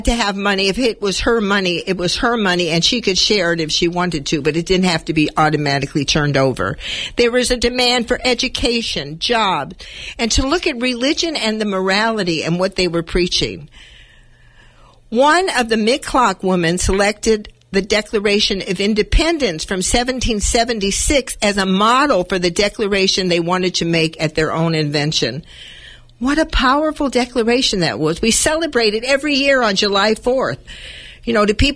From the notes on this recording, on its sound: Unfortunately we had trouble with connecting by telephone.